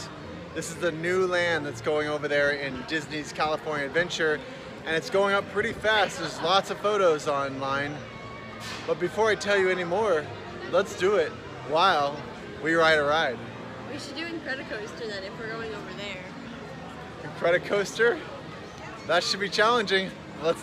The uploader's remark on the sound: Disneyland News while on the rides!!! While riding rollercoasters and rides making for some interesting audio! Yes, parts of this podcast have wind, screaming, and a bit of craziness to it.